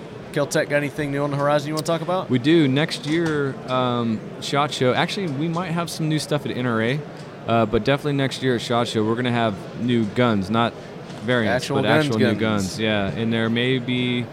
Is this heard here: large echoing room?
no